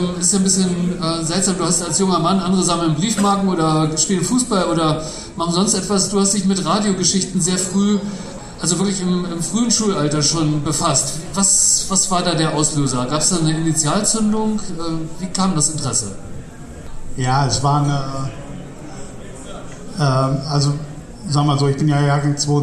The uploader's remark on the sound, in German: Mitschnitt der Buchpräsentation vom Verlag 8. Mai bei den Linken Literaturtagen.